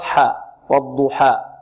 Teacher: الألف تمد بمقدار حركتين، فنحذر بارك الله فيكم من أن نشرب الألف الياء، من أن نميل الألف · Term: الفتح الخالص